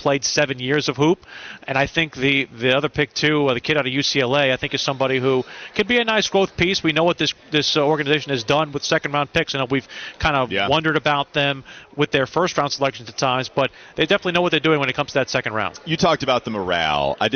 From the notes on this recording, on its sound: joins the guys live at Spectrum Center